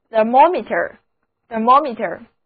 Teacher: 字母 E-R 读作短的 a, O 读作 O,第二个音节是重读音节